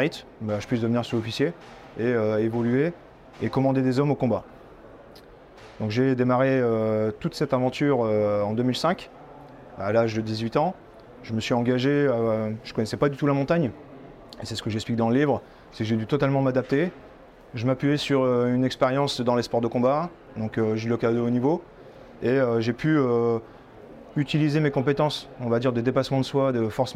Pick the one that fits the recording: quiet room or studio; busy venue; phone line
busy venue